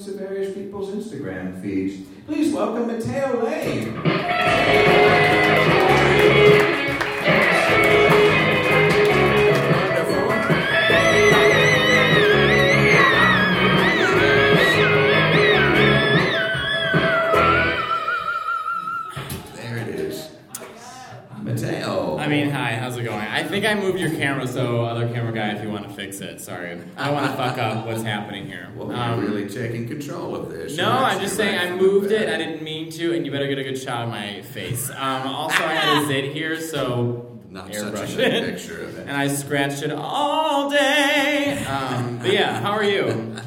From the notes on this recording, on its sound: a fantastic live show